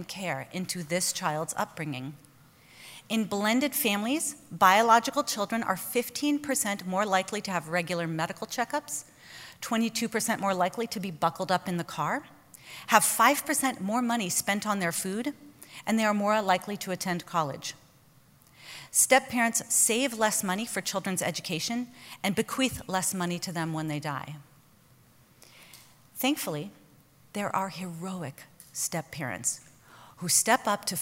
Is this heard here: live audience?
yes